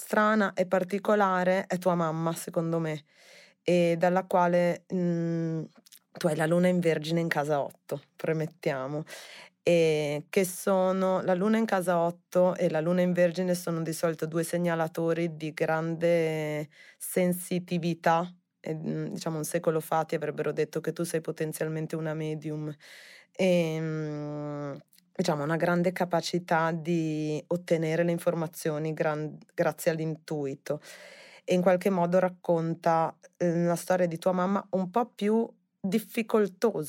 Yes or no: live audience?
no